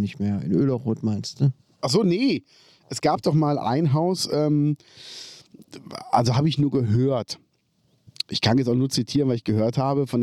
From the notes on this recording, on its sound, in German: wir haben uns draussen getroffen, haben wunderbar in der Sonne gesessen, aufgenommen